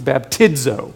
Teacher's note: In the Greek, the Z makes a DZ sound, so like a diphthong.